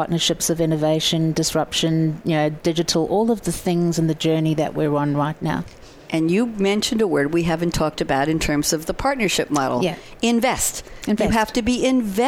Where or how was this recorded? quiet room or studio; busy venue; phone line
busy venue